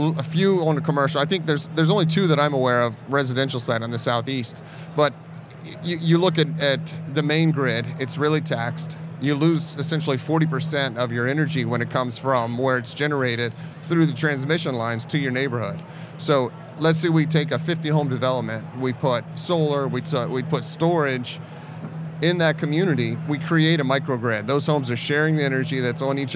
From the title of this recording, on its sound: Live at IBS